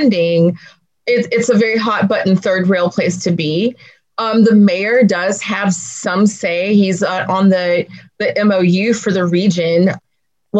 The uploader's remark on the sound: We’re sharing the audio from a webcast we did last week. We’re sharing the audio from a webcast we did last week.